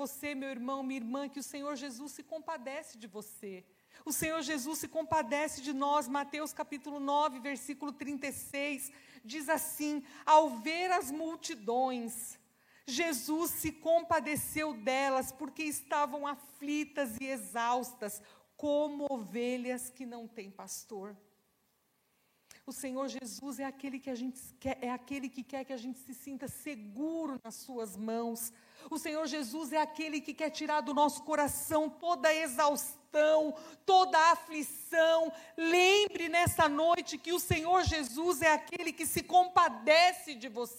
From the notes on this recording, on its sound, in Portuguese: Celebração ao vivo